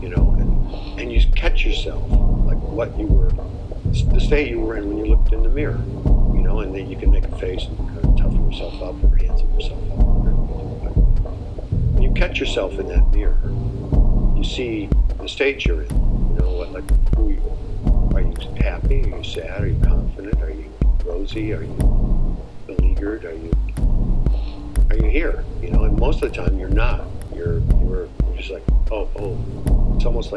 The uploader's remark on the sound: Other than the interview all sounds were field recorded at Sunderland Bay, Victoria.